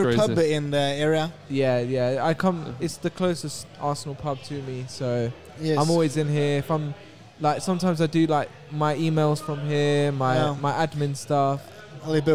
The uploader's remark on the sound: We sit down with the die hard supporter at Tollington Pub.